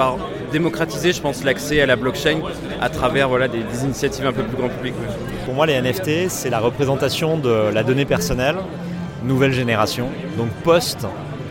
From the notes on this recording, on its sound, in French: Dans cet épisode, tu vas aussi vivre l'ambiance de l'événement et découvrir les backtages, les conférences, les participants...